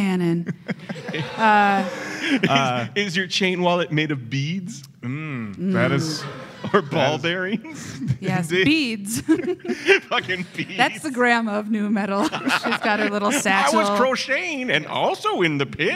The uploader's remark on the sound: Recorded live at the 2018 Detroit Improv Festival.